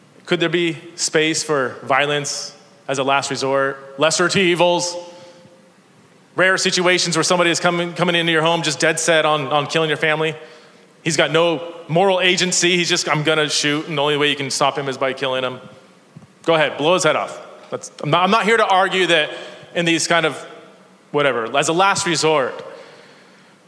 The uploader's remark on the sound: This is a sermon that I preached at Park Hill Church in San Diego, CA.